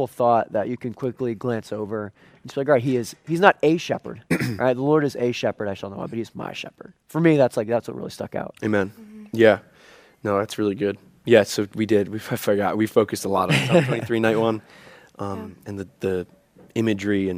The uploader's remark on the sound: Live from our Fall retreat